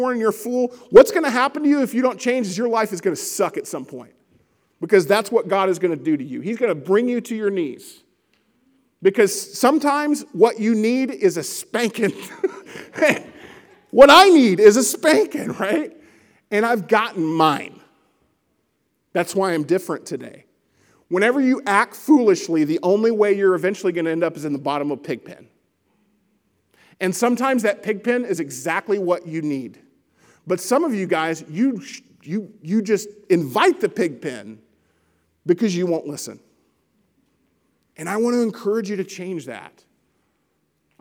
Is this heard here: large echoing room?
yes